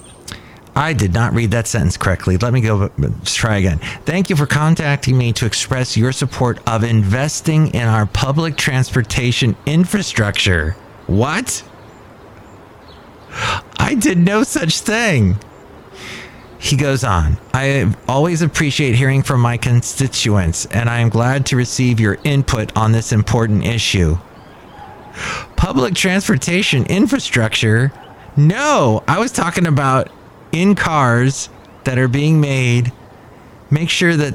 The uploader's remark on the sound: podcasts live from Cafe Anyway